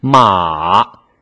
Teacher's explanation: 掉下来了。口语有一个特点呀，它就是偷懒省气的原理。但普通话呢，标准的东西，艺术性的东西，它总是让我们要付出更多的代价。妈，马，第二声，马，三五从第三到第五一个升上去的过程。马，这叫转折调，二幺四，或者说二幺幺四，降下来，再升上去。马，第四声呢，特点就是降下来，快速干脆，它是最短的一个音，所以不要有尾音。马，马，就不要，马，带一个尾音，它就不正确了。好，看到我们的词语练习。买卖、盲目、密码、眉毛、明媚、梦寐、明蒙、蒙寐、秘密、弥漫、美妙。麻木，莫名，面膜，面膜，明膜，明膜，明膜，明膜，明膜，明膜，明膜，明膜，明膜，明膜，明膜，明膜，明膜，明膜，明膜，明膜，明膜，明膜，明膜，明膜，明膜，明膜，明膜，明膜，明膜，明膜，明膜，明膜，明膜，明膜，明膜，明膜，明膜，明膜，明膜，明膜，明膜，明膜，明膜，明膜，明膜，明膜，明膜，明膜，明膜，明膜，明膜，明膜，明膜，明膜，明膜，明膜，明膜，明膜，明膜，明膜，明膜，明膜，明膜，明膜，明膜